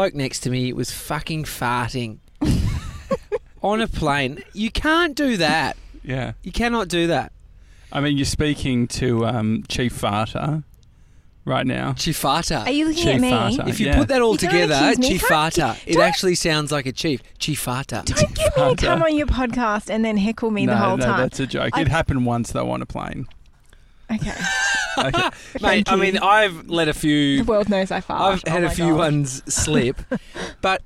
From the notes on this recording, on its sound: Live from the McDonald's carpark next to Melbourne Airport